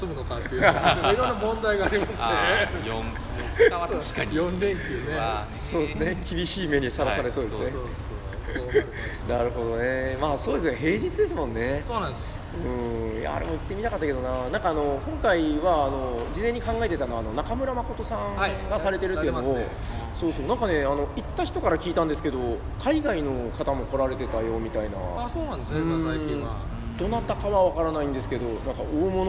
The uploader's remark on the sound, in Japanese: ゲムマ２０１９秋。ゲムマ会場で収録しました。